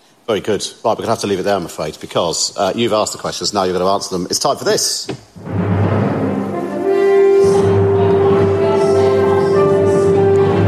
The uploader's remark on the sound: Live at the Cheltenham Literature Festival in October